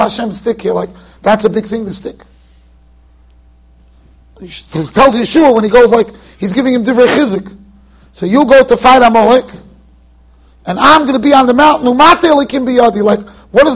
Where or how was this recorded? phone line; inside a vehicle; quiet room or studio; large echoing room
large echoing room